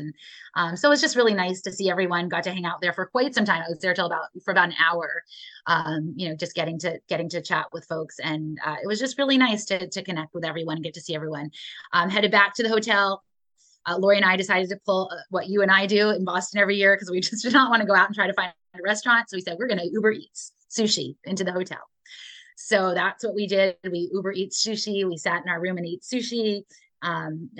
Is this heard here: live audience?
no